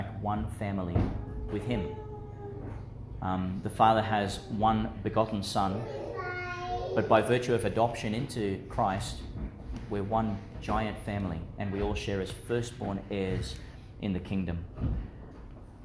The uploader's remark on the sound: delivered in Our Lady of Mt Carmel Church, Mt Larcom, Qld.